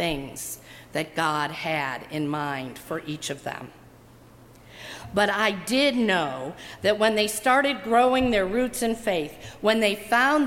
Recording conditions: large echoing room